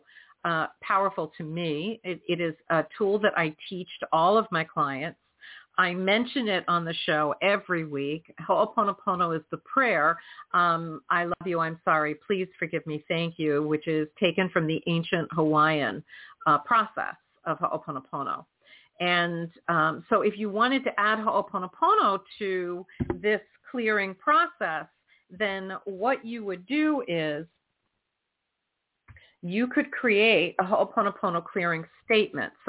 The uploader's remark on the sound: in response to callers' questions